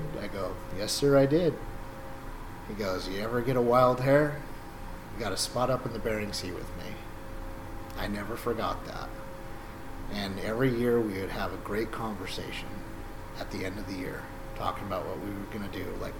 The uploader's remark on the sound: forgive the background Hydraulic Noises.